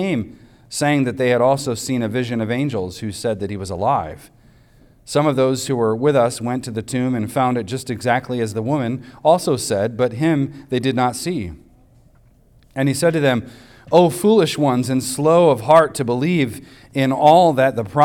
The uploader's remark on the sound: recorded on Sunday, September 3rd, 2023, at the weekly worship gathering of Cross & Crown Church.